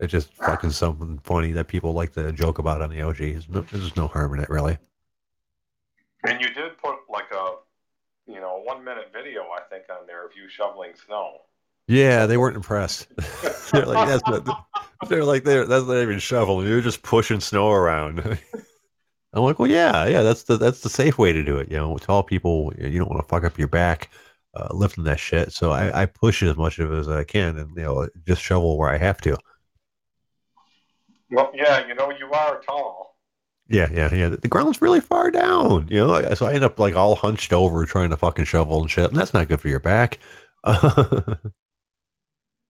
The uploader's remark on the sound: The OtherGround Live. People call in.